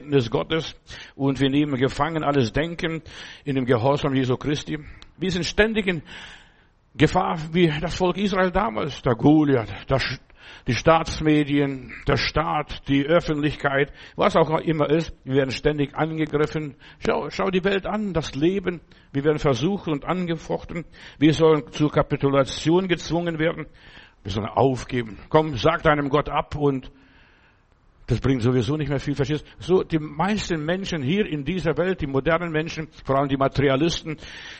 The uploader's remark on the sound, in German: im Gemeinde-Zentrum in Berlin aufgenommen